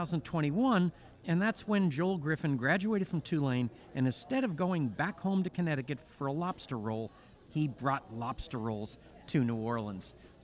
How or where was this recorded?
busy venue